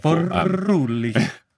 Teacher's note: technically the R in Furuli is a rolling R